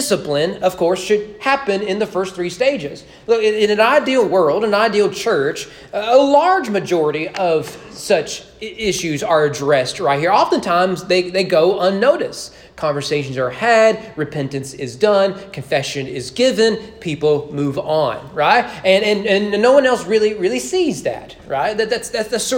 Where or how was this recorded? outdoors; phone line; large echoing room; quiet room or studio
large echoing room